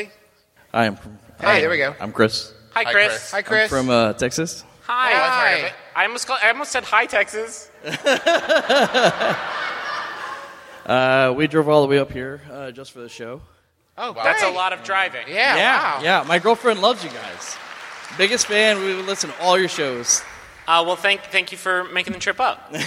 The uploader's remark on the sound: Is our annual holiday live show, which we recorded in the decidedly non-holiday month of September. It was also the live show featured in the MBMBaM TV show!